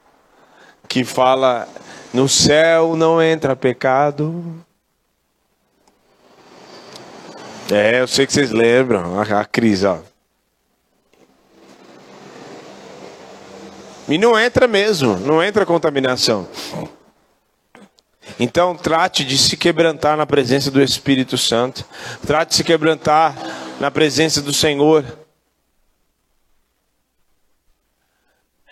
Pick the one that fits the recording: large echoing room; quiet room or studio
large echoing room